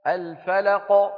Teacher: فالقلقلة كبرى يعني واضحة لأن الحرف ما بعده شيء، موقوف عليه